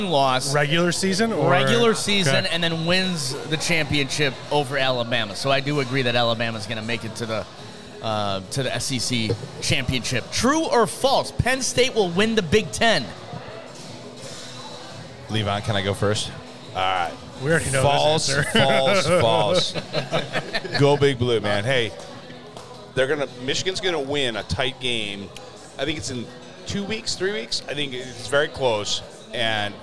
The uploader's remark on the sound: The boys are on the road this week LIVE at JC's Coal Oven Pizza Co. In Granger, IN.